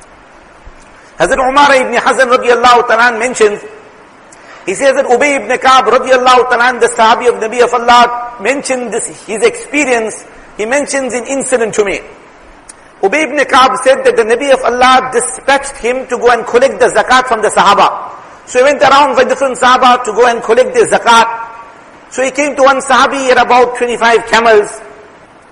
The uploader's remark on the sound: Jumuah lecture